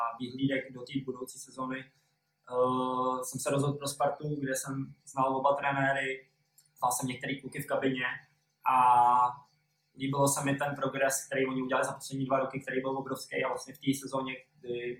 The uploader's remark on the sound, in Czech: Omlouváme se za horší zvukovou stopu.